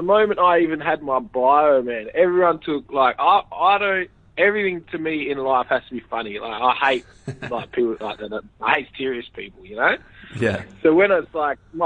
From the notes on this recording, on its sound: over an hour on the phone